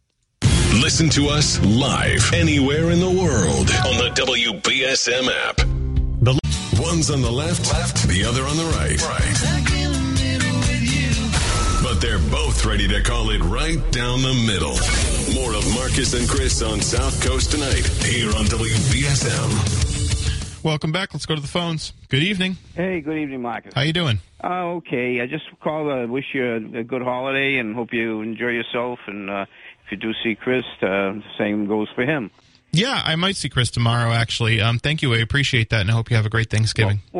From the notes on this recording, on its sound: takes calls from the audience